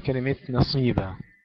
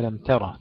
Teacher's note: ترقيق التاء في كلمة ترى وترقيق النون في كلمة نصيبة